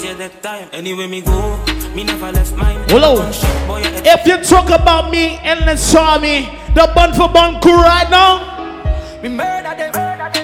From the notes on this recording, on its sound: TECH XII LIVE AUDIO FROM VIKING ENT